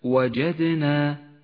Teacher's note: صفة القلقلة لحرف الدال في وسط كلمة وجدنا، وجدنا لونت الدال بالأزرق الفاتح إشارة إلى صفة القلقلة.